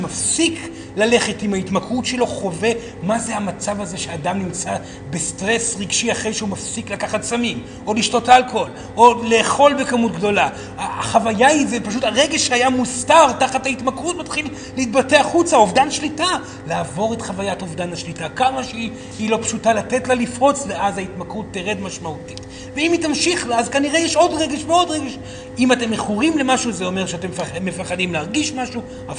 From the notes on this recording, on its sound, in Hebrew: זוהי הקלטת מעגל חי בנוכחות תלמידים, הכוללת הרצאה וכן שאלות ותשובות.